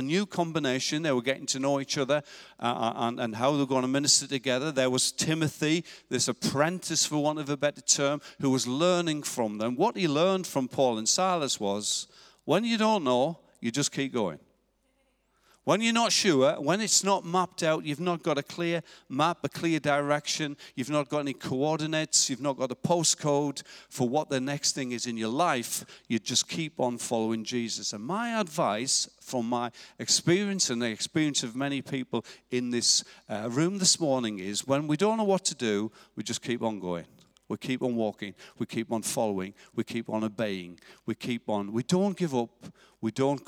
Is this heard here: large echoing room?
yes